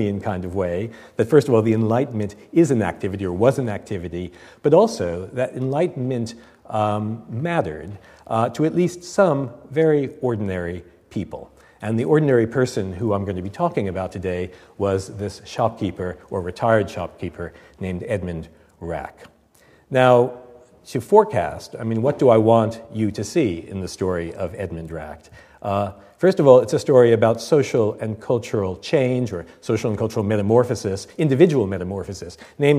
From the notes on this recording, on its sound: Recorded on 18 October 2006 at the University of Edinburgh's St Cecilia's Hall.